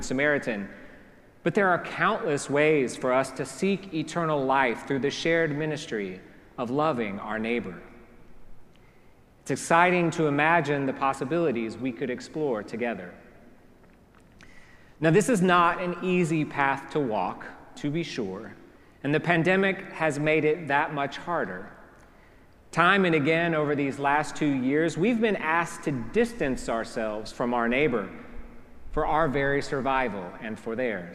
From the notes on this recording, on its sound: preached at our celebration of the Holy Eucharist on the Fifth Sunday after Pentecost